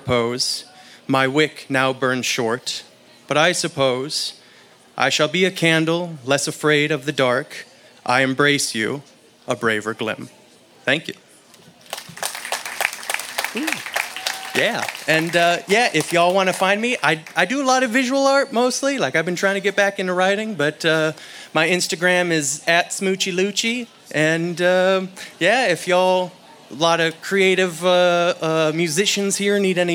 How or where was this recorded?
busy venue